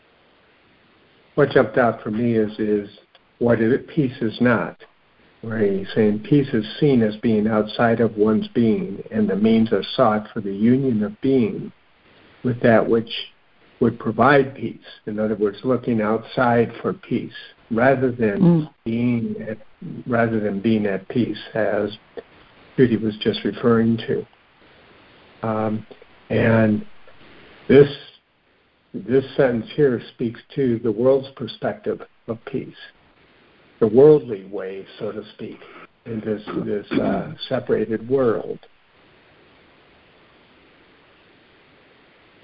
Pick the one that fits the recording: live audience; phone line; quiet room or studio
phone line